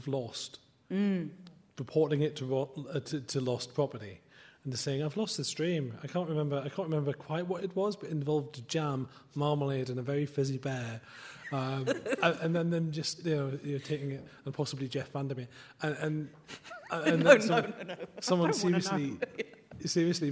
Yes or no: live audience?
yes